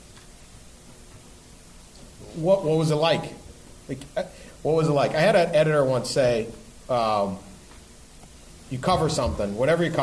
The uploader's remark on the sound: Live from the campus of Ohio University. Recorded before a live audience, we travel to Ohio University.